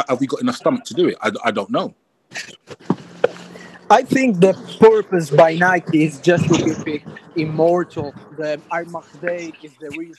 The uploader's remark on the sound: The Panel Clubhouse Session